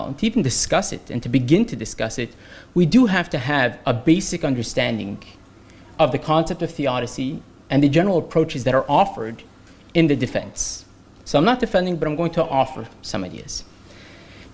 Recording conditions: large echoing room